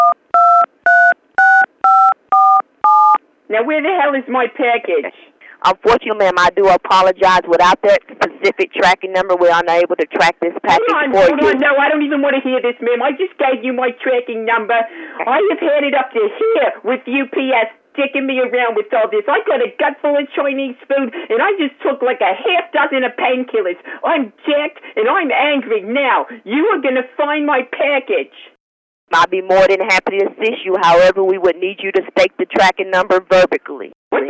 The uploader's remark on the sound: Prank Phone Calls